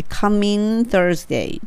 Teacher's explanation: この coming の時は G はほぼほぼ落ちるので coming Thursday でいいです